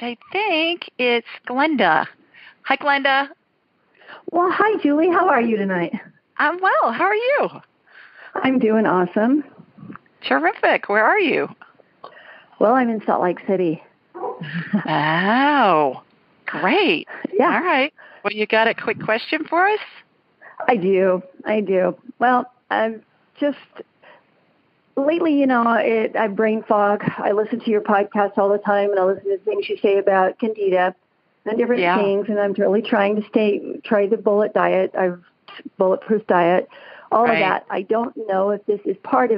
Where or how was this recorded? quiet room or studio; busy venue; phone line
phone line